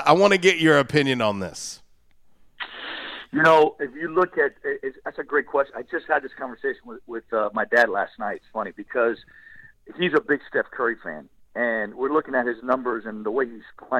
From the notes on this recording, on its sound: LIVE on the Back In Action Hotline